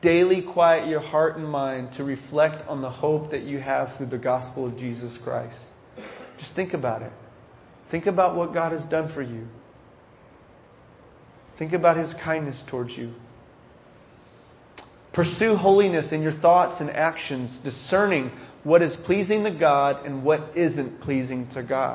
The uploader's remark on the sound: This sermon was recorded at the chapel service at Dallas Life Foundation.